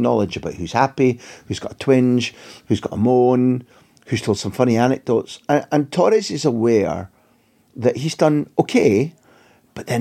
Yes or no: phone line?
no